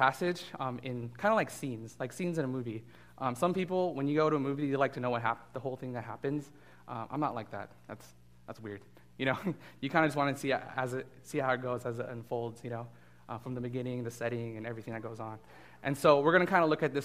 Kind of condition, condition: setting, large echoing room